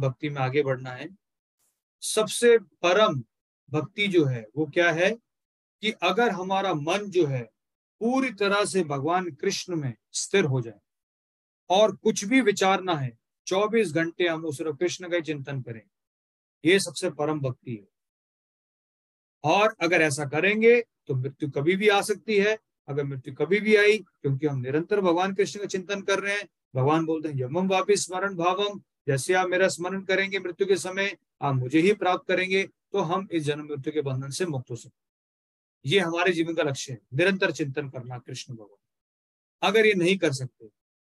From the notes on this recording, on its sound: Zoom recorded session